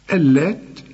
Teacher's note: اللات اللام هنا مشددة لكن لا تغن